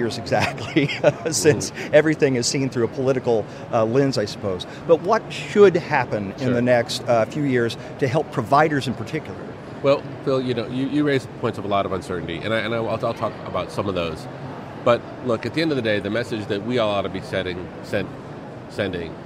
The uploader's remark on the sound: LIVE from #HiMSS17